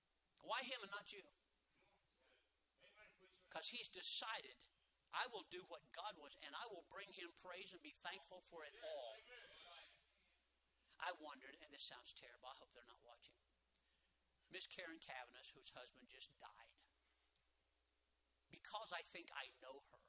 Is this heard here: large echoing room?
yes